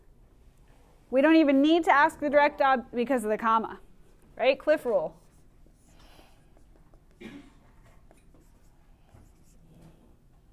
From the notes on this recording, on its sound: Recorded in class 2/24/20